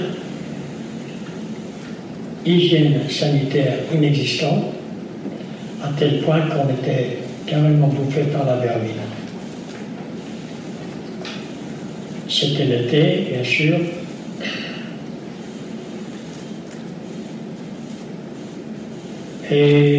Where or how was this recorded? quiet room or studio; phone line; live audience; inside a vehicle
live audience